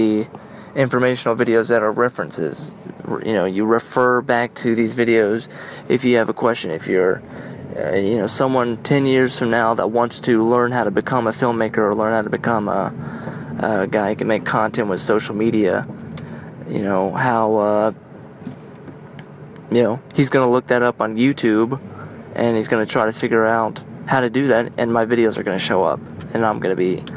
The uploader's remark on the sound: On my commute home, I used my iPhone to record a few thoughts that are milling around in my head. IPhone 6.